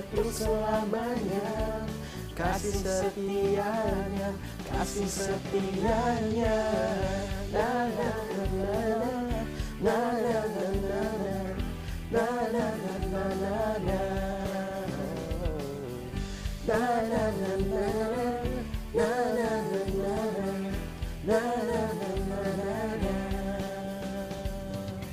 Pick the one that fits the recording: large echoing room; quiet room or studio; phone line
large echoing room